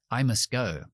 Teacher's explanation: ¿Y por qué no pronuncio la T justo antes de la G? Ah, porque es demasiado difícil.